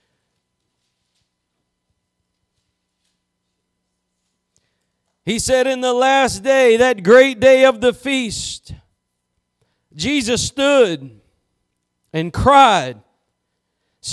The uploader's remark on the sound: Preached at Gospel Lighthouse in Bossier City, La.